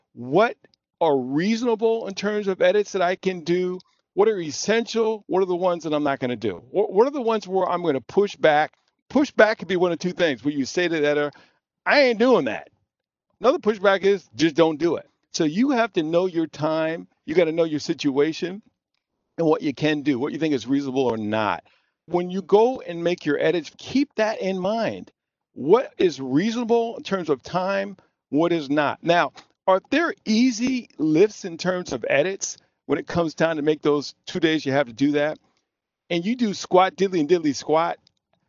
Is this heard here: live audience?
no